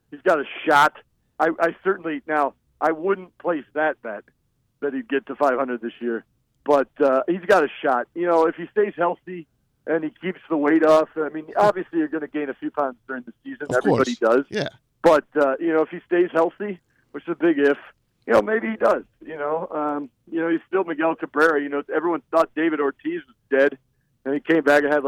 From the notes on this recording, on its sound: joined on the phone